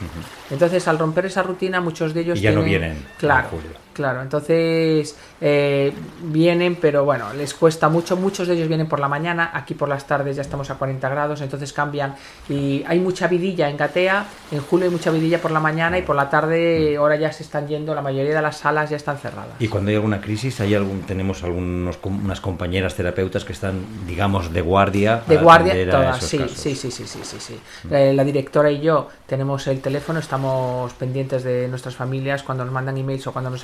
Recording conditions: sounds in the background